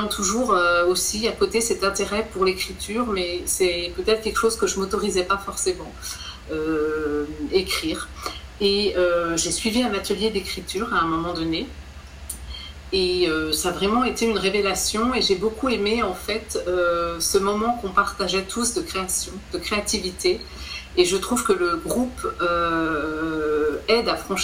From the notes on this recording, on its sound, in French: Ce podcast a été enregistré à distance, ce qui modifie un peu la qualité de son.